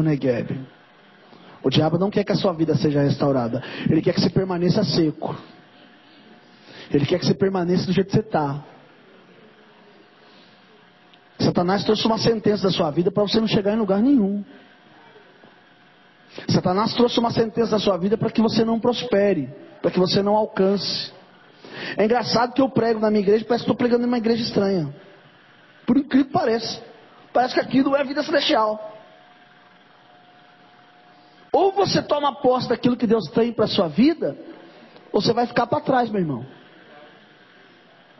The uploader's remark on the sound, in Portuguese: Mensagem gravada em 11/04/2023 - Culto de Causas Impossíveis